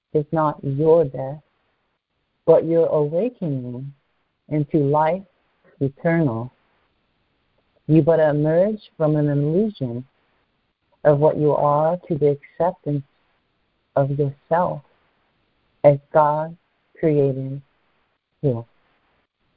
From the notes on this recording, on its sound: ACIM Daily Conference Call.